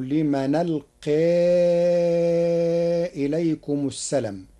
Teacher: قرأ ورش كلمة السلام بحذف الألف بعد اللام فتصير ولا تقولوا لمن ألقى إليكم السلام من الانقياد.